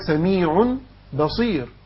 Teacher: قلب النون الساكنة أو التنوين ميما، ميما خالص، يبقى إيه سميع، ثم إخفاءها، يبقى إخفاء يعني ما تطبقش إطباقا كاملا مباشرة أو بسرعة، يبقى بعمل ملامسة خفيفة عشان أجري مسألة الإيه أو أؤدي حكم الإخفاء. · Term: إكناد قلبه